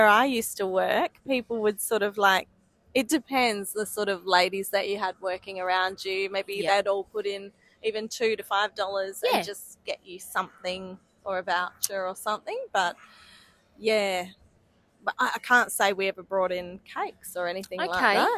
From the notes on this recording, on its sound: Today we are coming live from the beautiful foyer at Crown Perth! We have met up for lunch and decided we would sit down and have a chat.